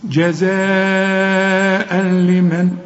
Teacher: كل تنوين بعد لم ما تغنش